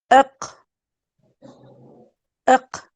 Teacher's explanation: فأقول حرف القاف شديد مجهور